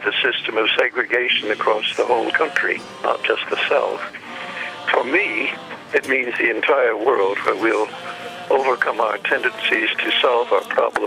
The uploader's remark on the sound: By phone. On his way to a performance.